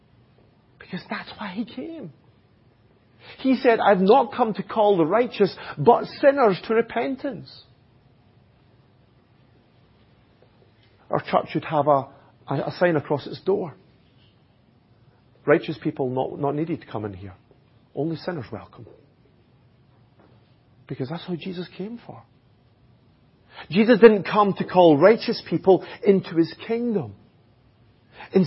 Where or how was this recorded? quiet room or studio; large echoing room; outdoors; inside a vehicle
large echoing room